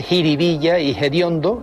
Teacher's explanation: aspiran la F inicial de determinadas palabras populares. Así se dice jiribilla y hediondo, en lugar de los originales fervilla, que es una palabra de procedencia portuguesa, y fediondo, del latín foetibundum.